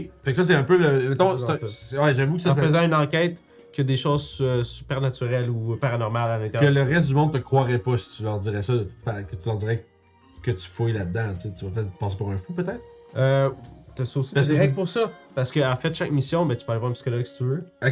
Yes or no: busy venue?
no